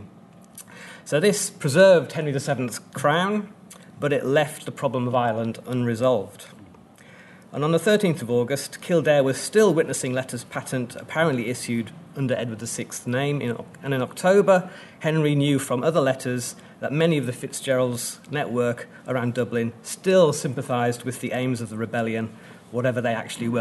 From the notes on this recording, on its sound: at the 2022 Tudor and Stuart Ireland Conference